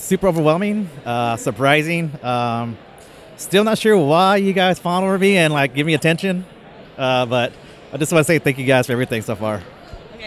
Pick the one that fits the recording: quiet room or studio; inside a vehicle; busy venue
busy venue